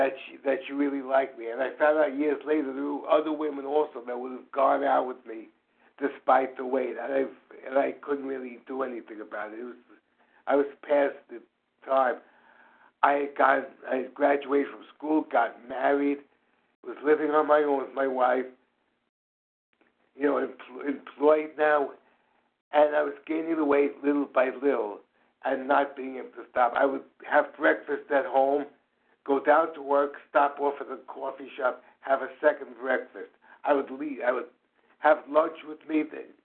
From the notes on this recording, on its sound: from the 100 Pounders Phone Meeting, 2/26/23